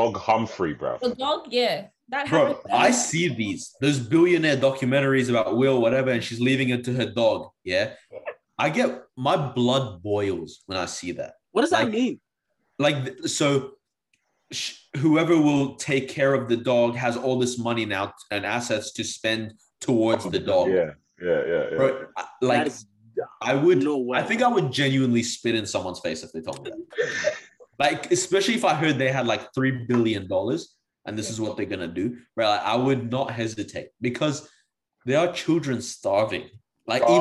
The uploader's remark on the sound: Hopefully closer to the last of the zoom episodes